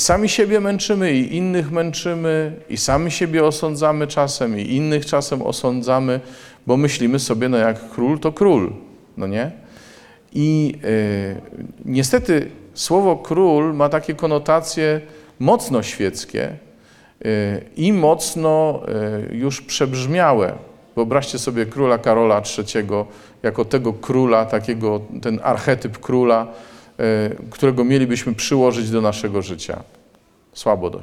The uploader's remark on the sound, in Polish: Posłuchajcie nagrania dokonanego podczas mszy w dniu Koinonii, w Błotnicy!